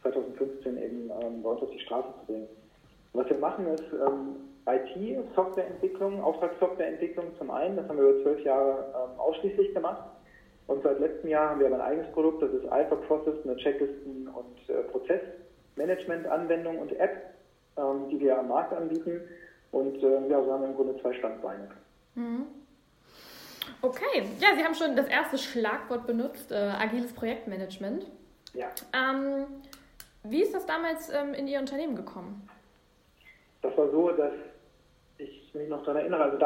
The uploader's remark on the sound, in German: Ich bitte die Tonqualität zu entschuldigen...